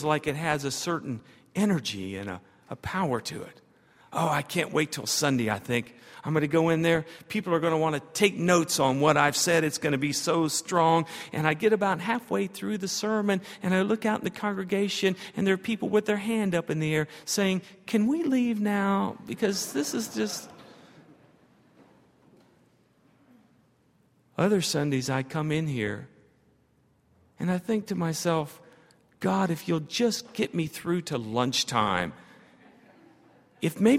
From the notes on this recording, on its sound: at Highland Baptist Church